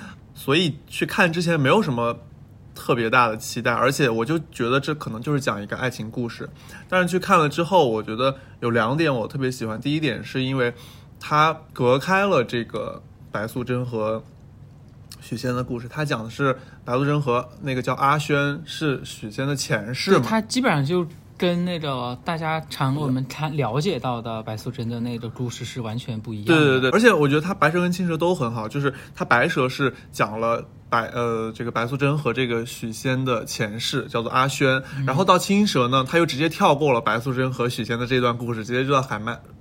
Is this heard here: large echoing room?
no